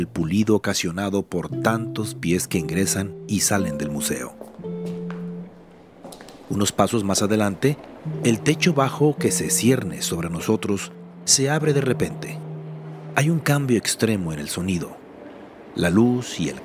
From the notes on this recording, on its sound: Traffic sounds and birds chirping. Al entrar al museo, pasamos por una puerta giratoria de vidrio [whoosh of door]. Light music with stings and xylophone begins.